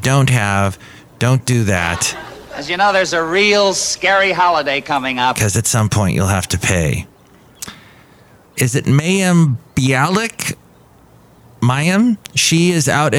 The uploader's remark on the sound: podcasts live from Café Anyway